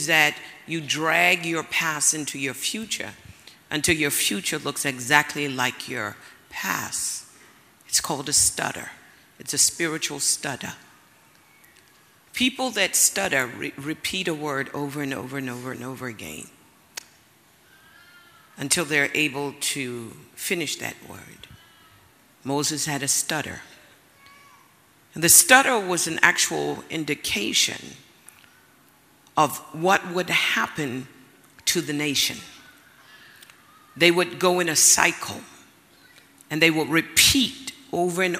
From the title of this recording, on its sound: Word Explosion Conference, 2019: Day 3